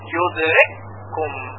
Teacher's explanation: کاف یودرک در کاف کم ادغام شد